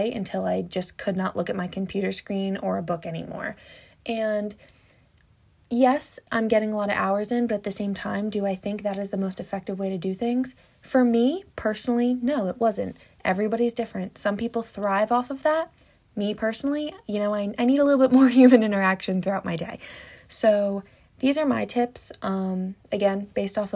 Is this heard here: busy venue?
no